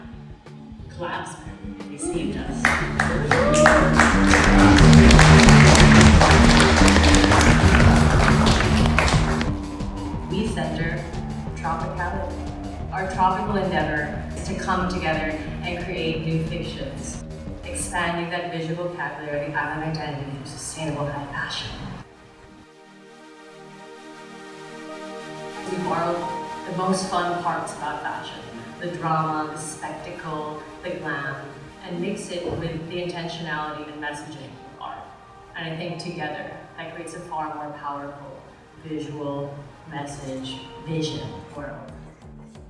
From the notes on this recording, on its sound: Toqa recently held a Panel, Pop-up and Party at the very conducive Kaimana Hotel (apparently under enlightened management.) Youʻre dropping into toqaʻs installation at Foster Garden and hearing the panel at the Pop-up Party. Tough audio?